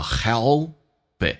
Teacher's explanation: Help 跟 it 有一个连音叫 helpit，进行这个浊化